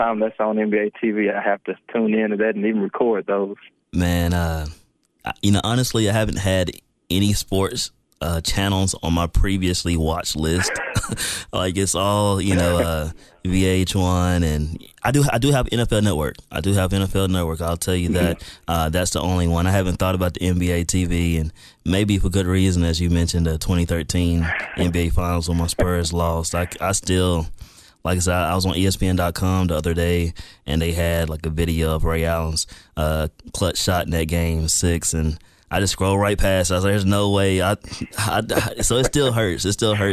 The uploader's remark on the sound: Joined over the phone by several guests.